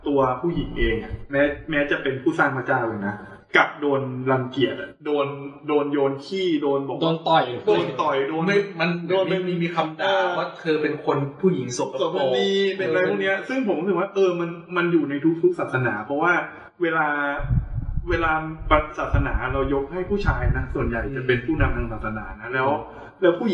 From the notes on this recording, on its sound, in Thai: EP นี้อัดเสียงไม่ค่อยดีเท่าไหร่นะฮะ พอดีเครื่องอัดแบตหมดกลางคัน เลยได้แต่ใช้ไฟล์ที่ดูดจาก Live video.